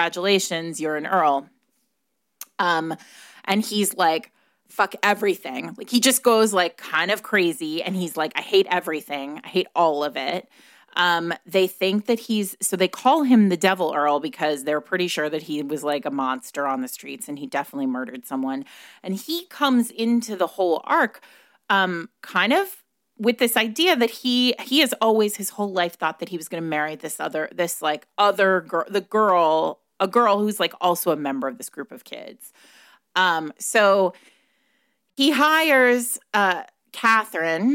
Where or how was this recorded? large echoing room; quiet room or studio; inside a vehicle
quiet room or studio